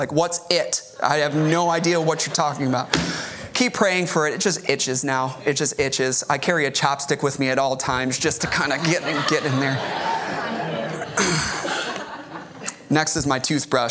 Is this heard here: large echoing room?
yes